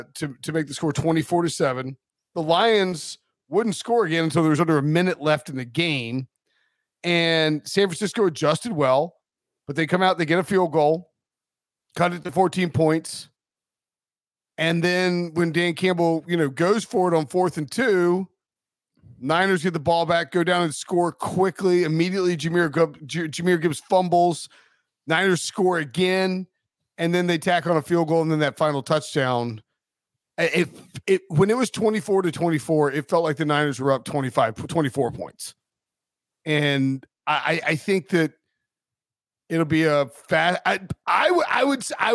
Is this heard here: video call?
no